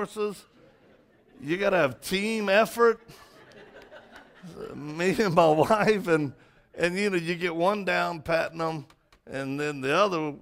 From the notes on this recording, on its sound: Message recorded from Rise Church